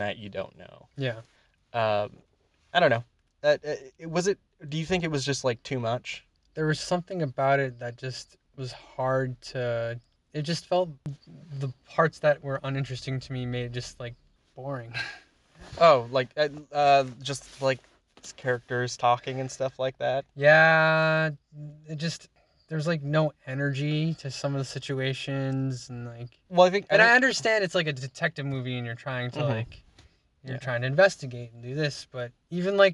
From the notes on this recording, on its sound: We review the batman movie in my car after just watching it in theaters.